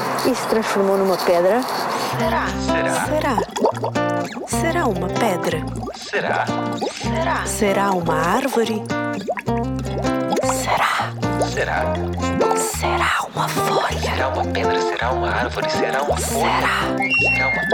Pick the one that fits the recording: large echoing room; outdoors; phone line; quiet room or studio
outdoors